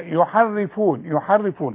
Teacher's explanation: الراء حرف تكرير مش عايزين نكرره، نعرفه علشان نتجنب زي ما نقولش ايه يحرفون يحرفون، بقولها اتنين ثلاثة راء، انا عايزها راء واحدة، يحرفون يحرفون.